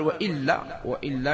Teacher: إذن قال وإلا، وإلا انتبهوا هنا، إن قلنا إن ربما عندما واحد ينظر هكذا يقول هذه إلا كأنها يعني حرف استثناء، لا وإلا تقدر الكلام وإن لا، وإن لا فالنون أدغمت في اللام ثم صارت اللام مشددة